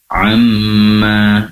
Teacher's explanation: pastikan mimnya bertasydid itu gunnah ya, dengungnya lebih lama. Amma, durasi penempelan kedua bibir lebih lama. Amma, karena mim berasal dari kedua bibir.